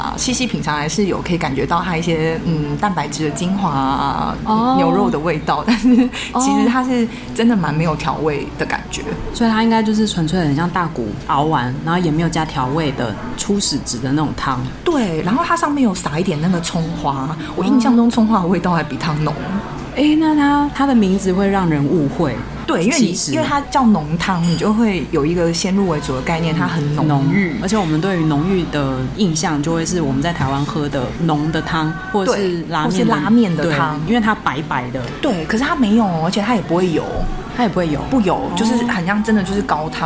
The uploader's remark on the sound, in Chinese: 錄音地點： Tenshima 天島咖啡。本集白噪音指數：蚊風級 1/5。